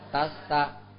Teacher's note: khi mà nó có hai cái âm phụ âm mà đi với nhau á, thì nó sẽ dài lên bằng phân nửa, tức là nó cũng phải ngắn mà nó cũng phải dài, mà nó là hơn thêm một chút xíu, tức là ngắn mà thêm một chút xíu.